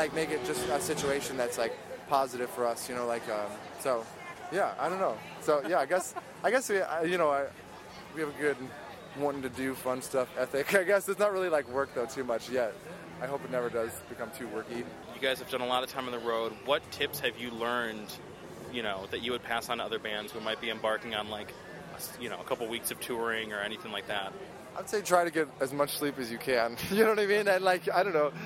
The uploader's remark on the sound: Onsite at Lollapalooza